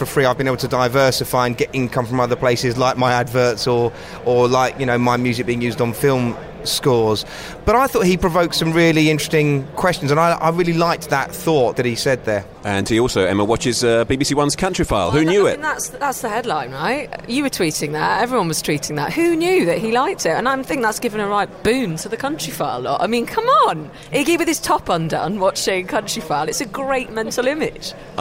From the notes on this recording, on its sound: this special from the UK's annual Radio Festival in Salford